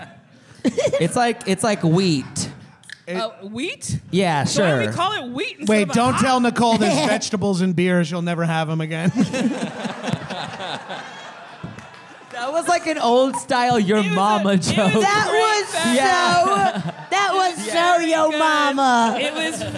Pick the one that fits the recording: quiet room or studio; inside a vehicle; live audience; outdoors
live audience